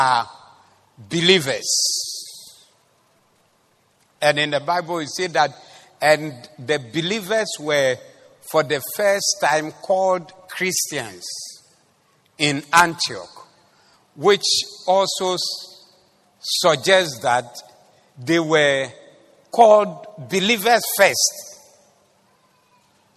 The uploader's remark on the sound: Preached at the Zeloo Service 19112023